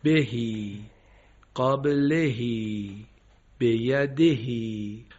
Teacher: مثال هایی است که هاء ضمیر کسره داره و تبدیل میشه به یاء مدی